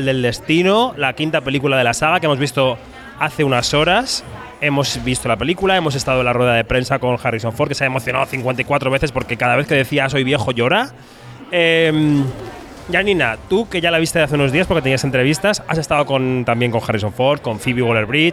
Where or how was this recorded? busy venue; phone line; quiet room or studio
busy venue